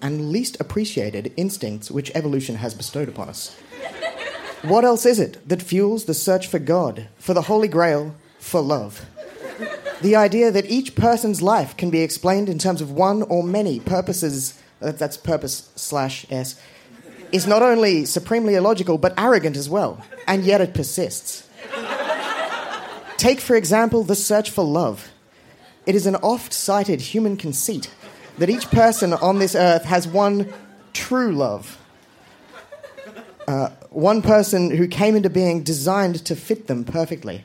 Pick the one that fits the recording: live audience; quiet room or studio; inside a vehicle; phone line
live audience